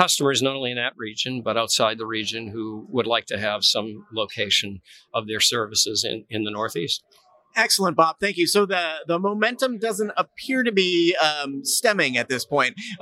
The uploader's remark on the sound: Metro Connect 2020. Live from Metro Connect.